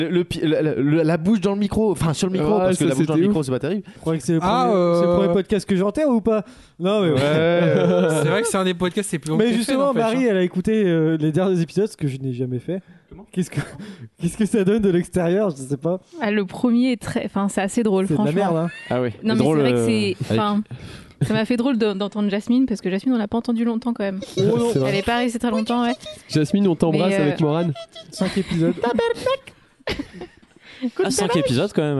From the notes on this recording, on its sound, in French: Enregistré en live lors du marathon #ComptoirLive sur Baladodirect.